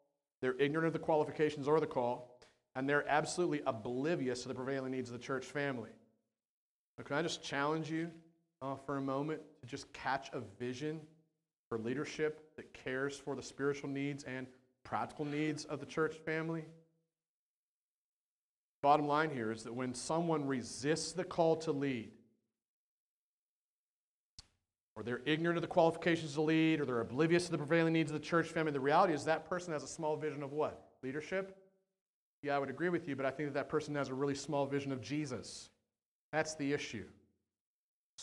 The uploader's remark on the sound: at The Well, an Acts 29 and Converge Heartland Church in Hastings, NE